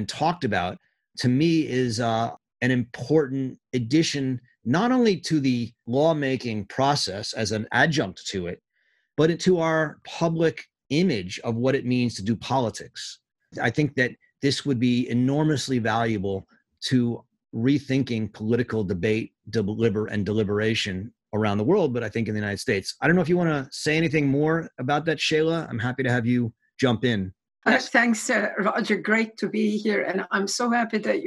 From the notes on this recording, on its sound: giving a talk and leading a discussion over Zoom